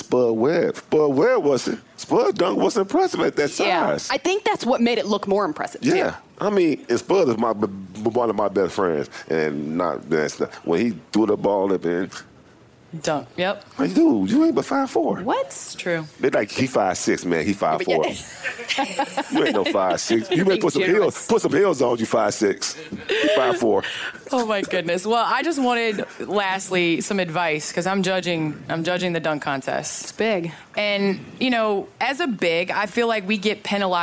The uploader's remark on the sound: Live from NBA All-Star. We are LIVE from the House of Blues for NBA All-Star weekend in Chicago!